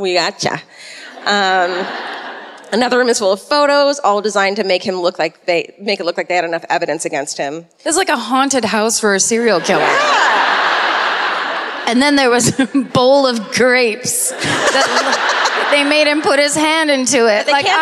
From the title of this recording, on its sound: Live at the Sony Centre in Toronto